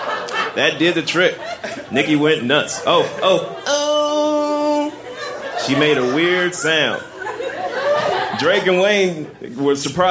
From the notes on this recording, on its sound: Recorded at the Doug Fir Lounge in Portland, OR on Aug 24, 2014.